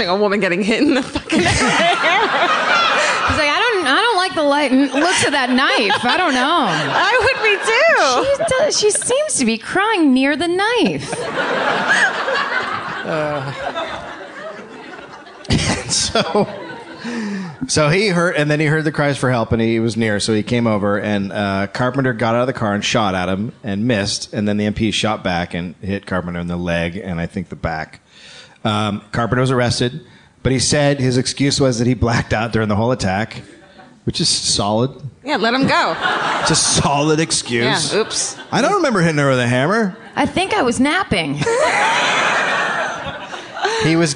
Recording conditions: live audience